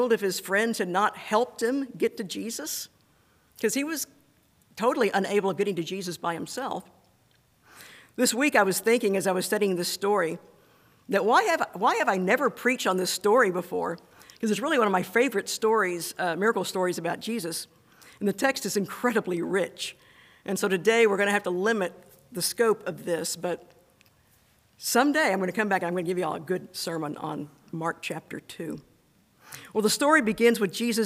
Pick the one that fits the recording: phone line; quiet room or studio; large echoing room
large echoing room